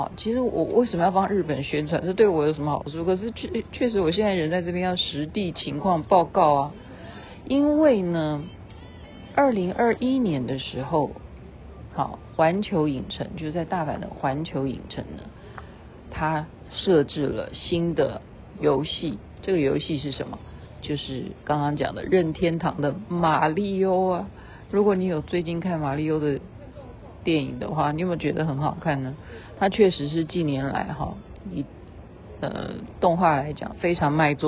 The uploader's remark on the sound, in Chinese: 現在位置在日本大阪，梅田的170公尺樓的「空中庭園展望台」